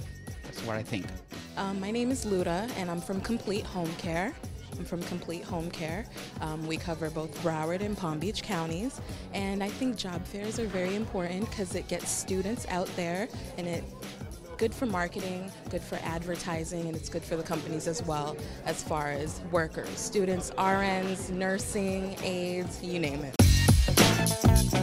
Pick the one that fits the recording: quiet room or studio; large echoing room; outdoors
outdoors